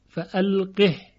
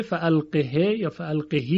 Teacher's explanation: الیهم القه در روایت دوری به سکون ها خونده شده فالقه، پس اینجا باید دقت کنیم که ها ساکن خونده میشه و به هیچ وجهی سله نمیشه به یا · Shown in: first take